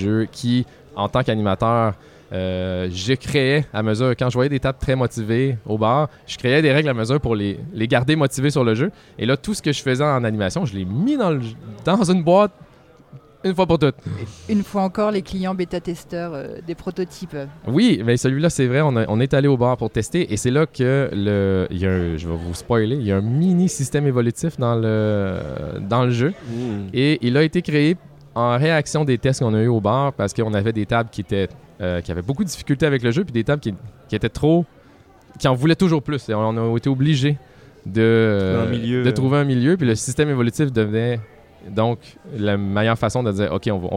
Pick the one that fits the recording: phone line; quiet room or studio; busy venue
busy venue